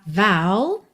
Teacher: esse O vai ter esse som mais aberto, tá? Vow.